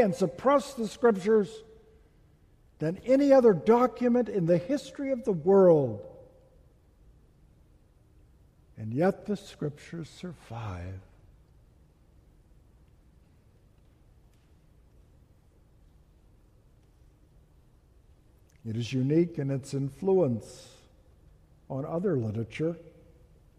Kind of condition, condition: setting, large echoing room